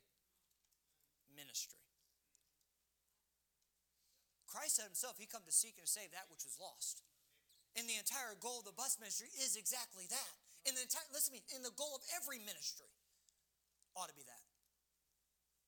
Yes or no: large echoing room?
yes